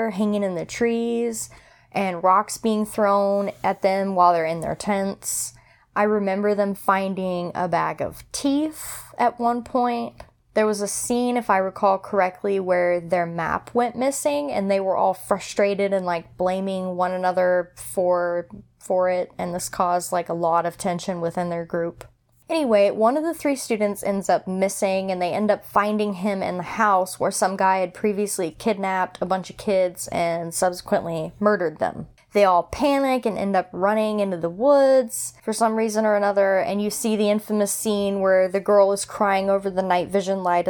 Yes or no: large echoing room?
no